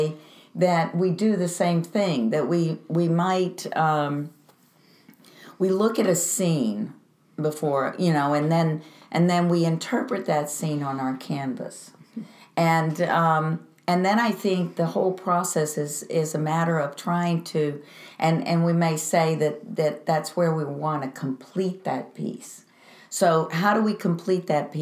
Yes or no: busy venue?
no